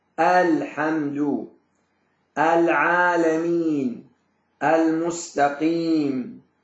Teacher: أما في بقية الحروف فإن اللام تظهر ولا تدغم